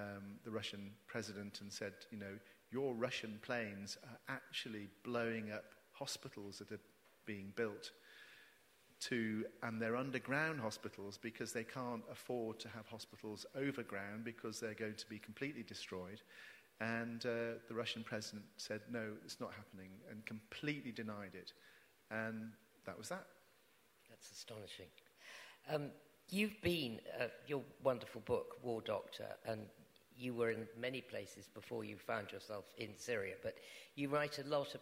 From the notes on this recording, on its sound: Recorded live at The Tabernacle in London on 7th November 2019.